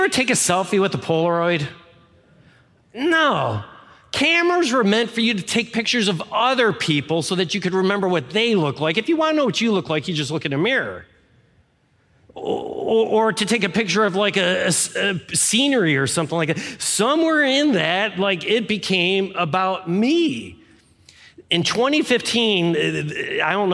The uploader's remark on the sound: Any music performed live is performed under all appropriate licenses from CCLI. This is the core message from our live service on 2022-01-09.